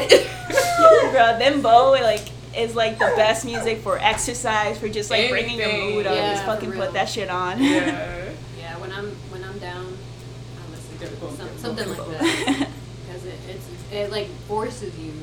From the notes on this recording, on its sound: The audio is crazy with this one. My dog O'Ryan wanted to be apart of the conversation.